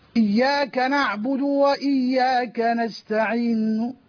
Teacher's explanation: أنا هنا يعني نطقت ببعض حركة الضمة للنون، إياك نعبد وإياك نستعين بصوت خفي. · Term: الروم